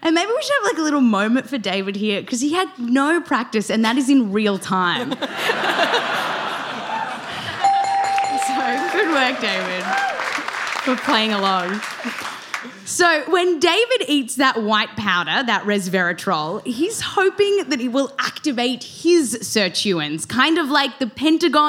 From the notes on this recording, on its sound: Explore the science live on stage, with interview clips. This show was recorded live at The Bell House.